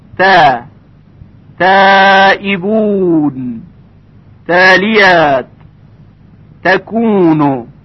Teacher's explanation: صدای ت ظریف‌تر و نازکتر هست، یعنی ترقیق میشه.